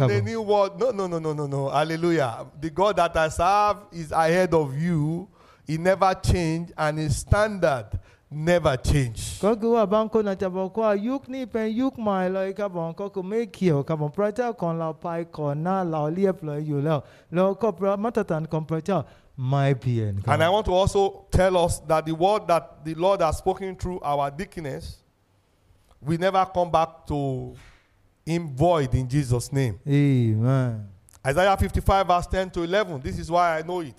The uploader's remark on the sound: This sermon was Preached Live